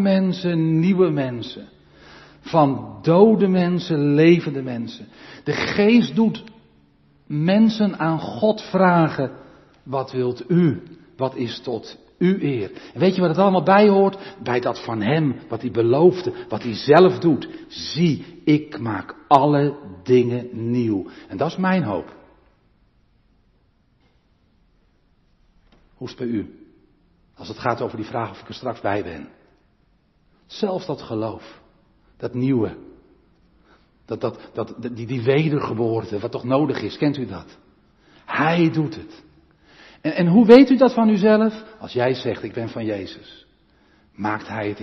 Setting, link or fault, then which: setting, large echoing room